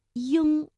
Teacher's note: 发后鼻音的时候，相对来说要较圆、较开